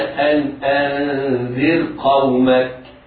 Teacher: الراء مرققة رغم وقوع القاف بعدها ولكنها في كلمة أخرى